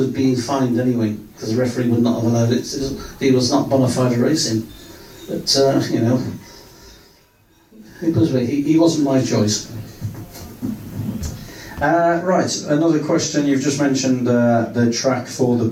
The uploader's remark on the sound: The full audio from the event recorded on 29.09.23 and recorded at The Aston Manor Cricket Club.